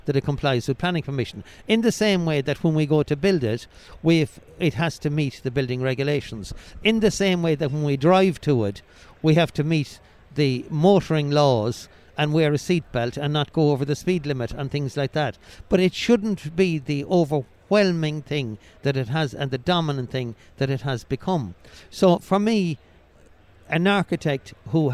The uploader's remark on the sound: We caught up with him at Selfbuild Live Belfast